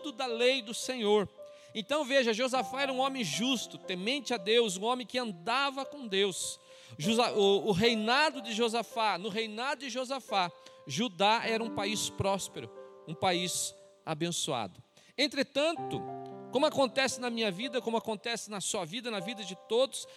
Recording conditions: large echoing room